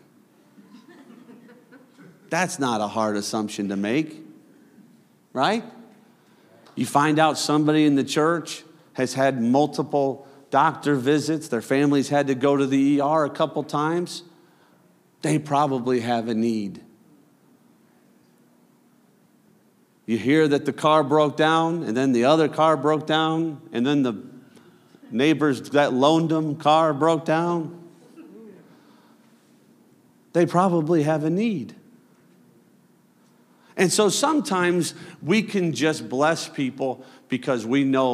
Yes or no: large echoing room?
yes